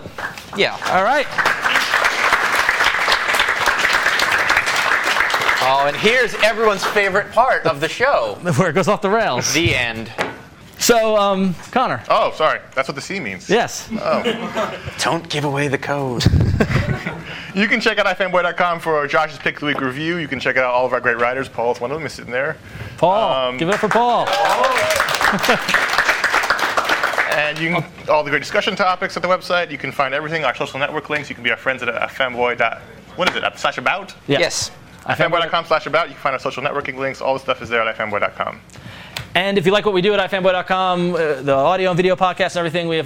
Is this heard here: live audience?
yes